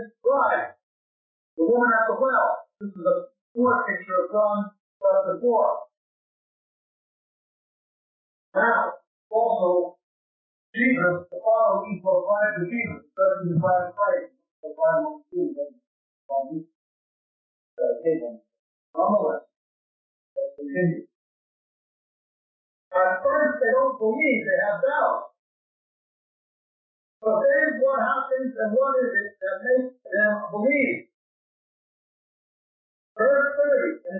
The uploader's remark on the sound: We apologize for the quality of this recording. It was from the 1990's to 2000's when audio recording was not as good as it is today. Even though we were able to edit the original recording to get this version it is still of very poor quality.